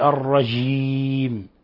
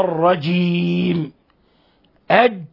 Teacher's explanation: وطريق المحافظة على الجيم هنا المحافظة على جهرها وشدتها · Shown in: second take